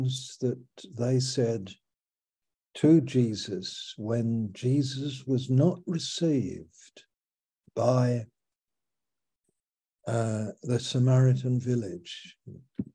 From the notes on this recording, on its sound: Our Fellowship - Malaysia Meets (Zoom).